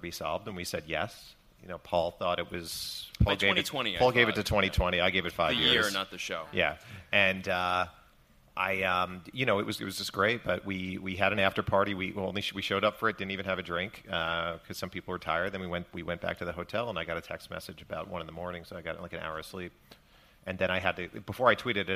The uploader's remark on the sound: We're live at Crime Con 2018 in Nashville